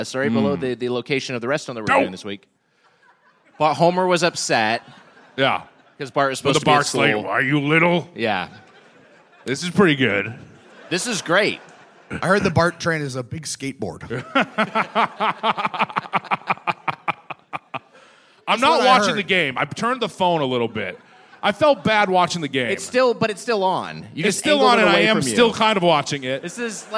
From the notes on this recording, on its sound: Recorded live at The Palace of Fine Arts Theatre in San Francisco 6/10/22.